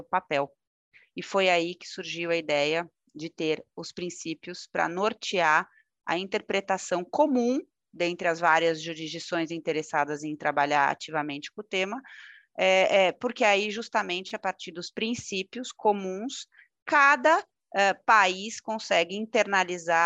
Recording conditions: video call